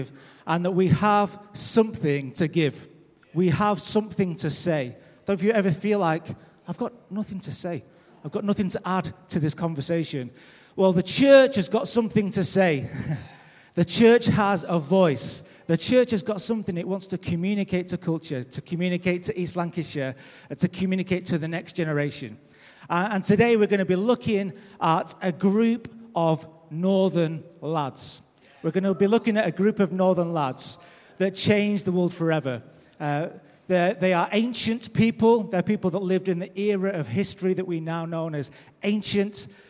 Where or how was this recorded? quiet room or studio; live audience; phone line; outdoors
live audience